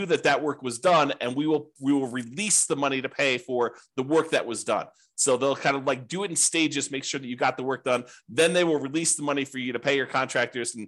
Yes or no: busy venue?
no